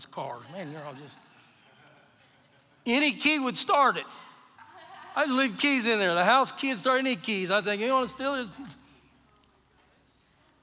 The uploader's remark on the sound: Recorded live during our Wednesday night service